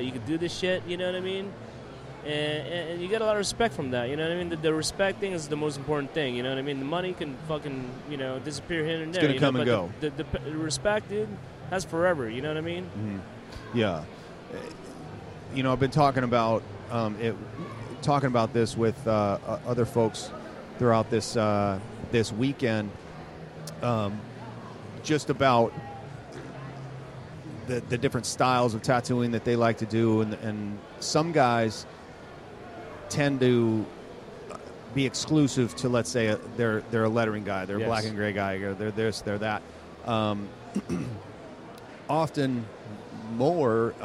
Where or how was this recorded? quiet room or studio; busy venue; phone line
busy venue